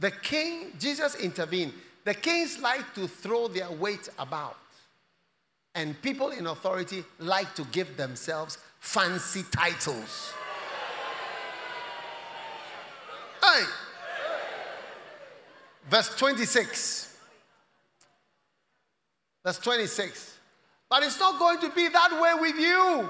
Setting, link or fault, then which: setting, large echoing room